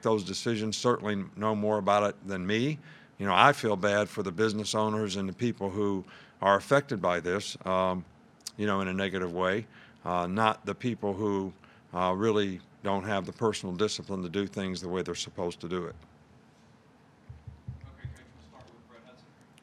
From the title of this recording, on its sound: Press Conference from Monday August 24